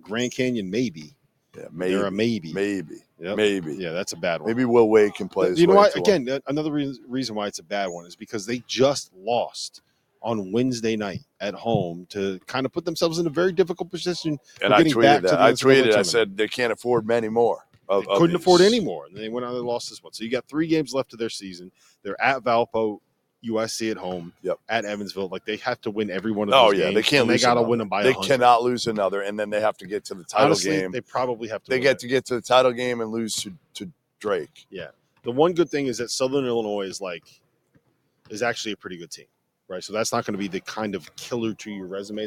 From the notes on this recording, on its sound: LIVE from Neville Arena in Auburn